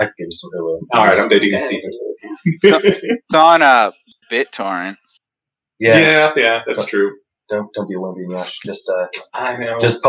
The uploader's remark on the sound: This is a recording of the live stream. Due to technical incompetence on our side, we lost the original audio, but managed to recover the episode. Since it’s a 2nd-source recording.